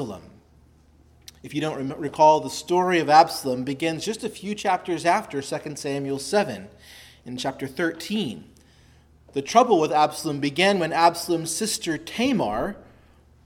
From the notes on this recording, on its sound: preached at Christ Our Savior Baptist Church